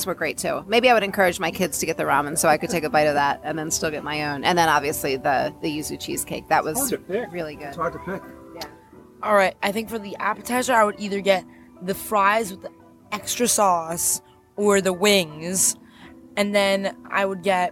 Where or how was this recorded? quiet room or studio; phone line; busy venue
busy venue